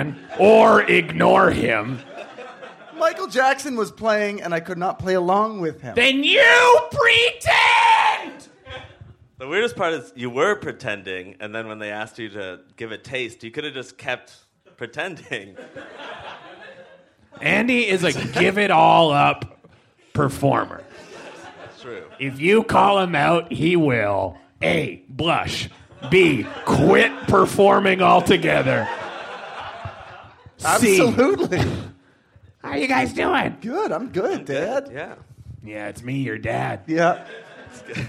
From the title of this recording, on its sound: Live at Bad Dog Theatre